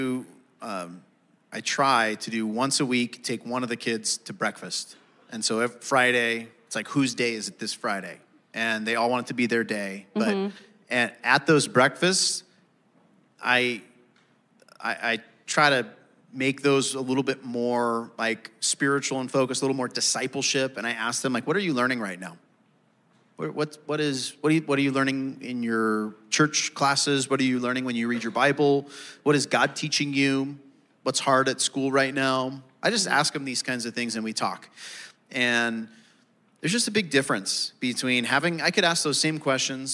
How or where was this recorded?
live audience